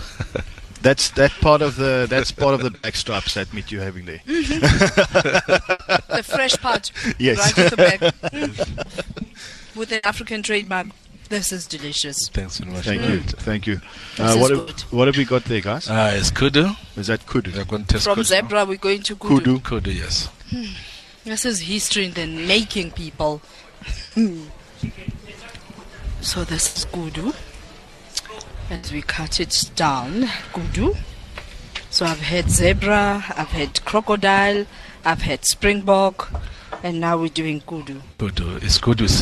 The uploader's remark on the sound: OB - Misty Hills Country Hotel - Carnivore restaurant